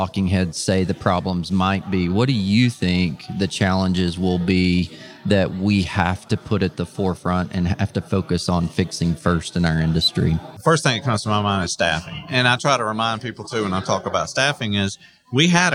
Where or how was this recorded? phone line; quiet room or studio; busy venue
busy venue